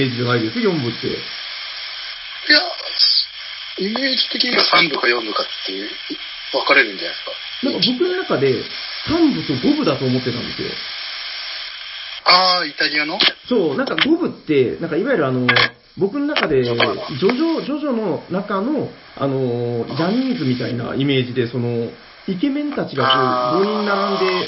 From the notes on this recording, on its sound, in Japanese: 収録の環境上、全体的に音質的に聞きづらくなっております。